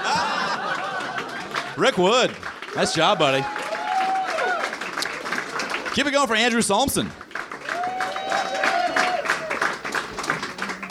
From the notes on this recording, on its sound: Recorded live at the Nerdmelt Theater in Los Angeles on February 18, 2014.